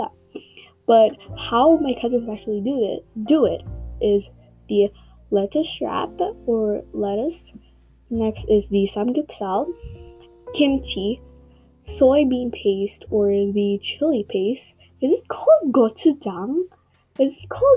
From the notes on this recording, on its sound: Sorry for the low audio quality and background noises!